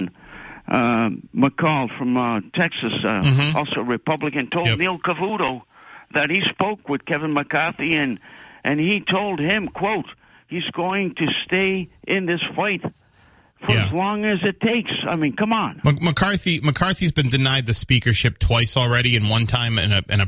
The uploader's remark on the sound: takes calls and app-chat messages from the audience